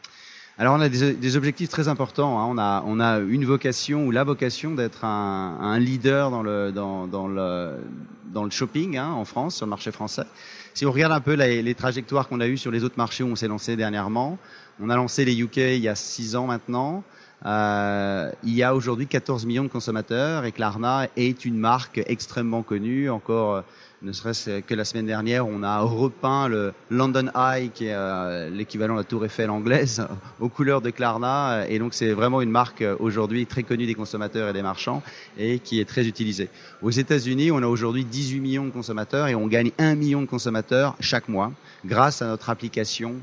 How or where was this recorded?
busy venue